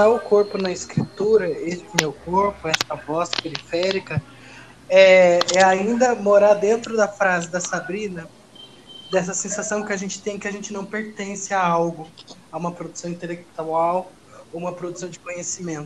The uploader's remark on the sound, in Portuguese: Programa gravado em casa, de maneira remota por conta da pandemia do novo coronavírus.